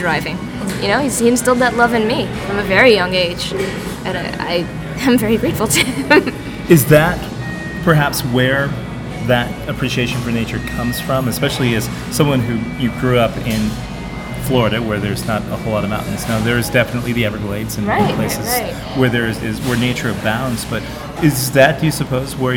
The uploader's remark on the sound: Was recorded in a coffee shop in Oakland, California. Sorry about all the ambient noise.